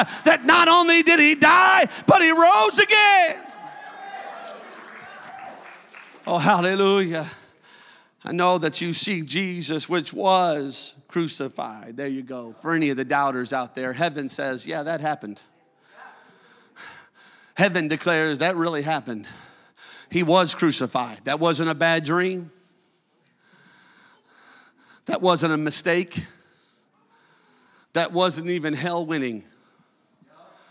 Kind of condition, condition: setting, large echoing room